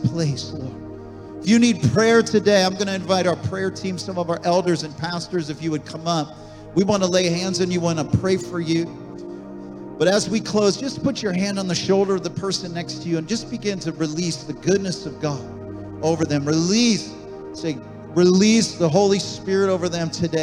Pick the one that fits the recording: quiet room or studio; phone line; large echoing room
large echoing room